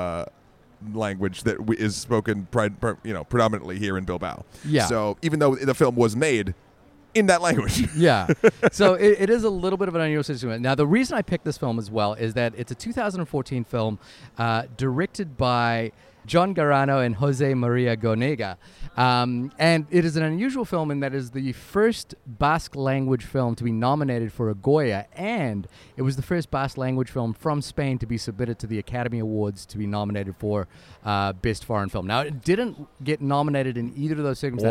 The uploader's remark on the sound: Recorded in a cafe in Bilbao, Spain.